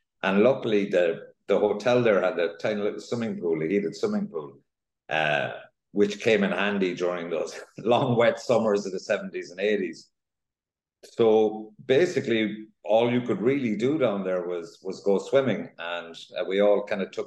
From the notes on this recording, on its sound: On a zoom call from his Dublin home.